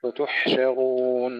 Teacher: الحاء أيضا فيها همس ورخاوة وليس فيها قلقلة، وتحشرون وليس وتحشرون.